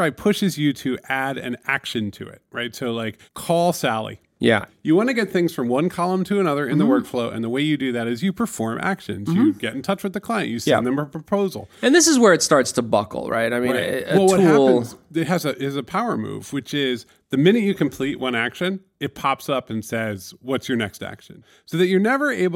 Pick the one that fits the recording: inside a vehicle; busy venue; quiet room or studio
quiet room or studio